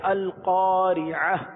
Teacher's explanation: آگے کلمے کے آخر میں گول تا پر خواہ کوئی بھی حرکت ہو یا تنوین ہو اسے وقف میں ہا ساکن سے بدل دیں گے